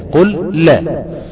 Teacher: فتضغم لام الفعل مطلقا إذا وقع بعدها لام أو راء · Term: إدغام